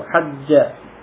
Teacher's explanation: Huruf yang sama idgham. Menjadi satu, hajja.